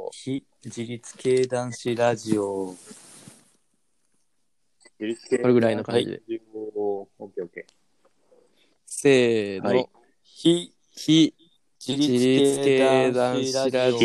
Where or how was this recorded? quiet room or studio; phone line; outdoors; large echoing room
outdoors